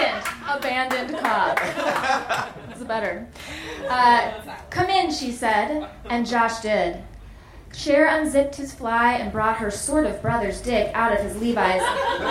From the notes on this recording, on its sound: Recorded live at The Virgil in Los Angeles.